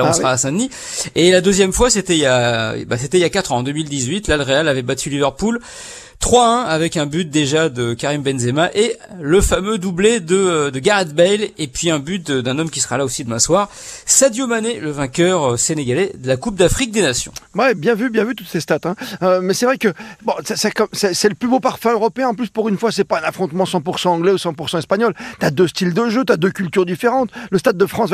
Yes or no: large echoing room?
no